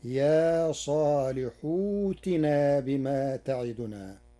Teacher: قرأ ورش يا صالح ائتنا بإبدال همزة القطع واوا ساكنة من جنس حركة الحاء قبلها بعد حذف همز الوصل تخفيفا، فتصير يا صالح ائتنا بما تعدنا.